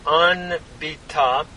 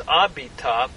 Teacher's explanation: Notice the nun of the peinun verb nabat has assimilated into the bait, causing the doubling in the bait. · Shown in: second take · Anbita becomes abita with the nun assimilating by progressive assimilation.